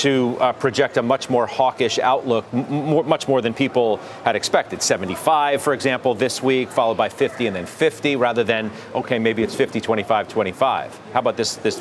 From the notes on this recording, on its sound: A fast-paced look at the after-hours moves and late-breaking news live from the New York Stock Exchange.